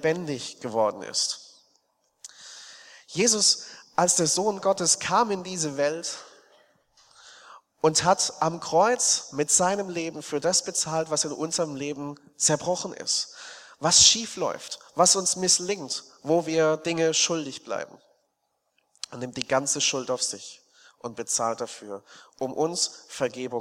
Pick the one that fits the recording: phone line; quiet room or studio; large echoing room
large echoing room